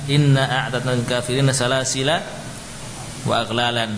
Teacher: Kalau disambungkan dengan ayat berikutnya, ya, alifnya tidak dibaca. · Term: alif zaidah